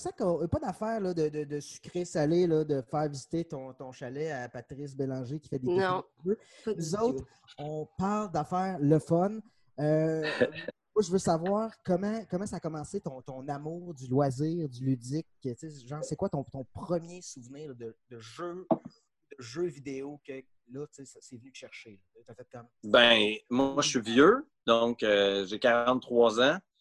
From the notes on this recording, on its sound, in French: La classe a eu lieue sur Zoom.